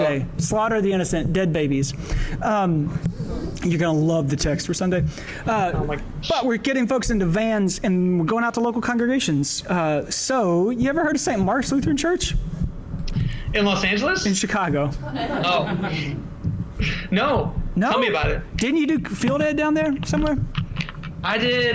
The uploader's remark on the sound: Live from Chicago and the 2016 Lutheran Student Movement National Gathering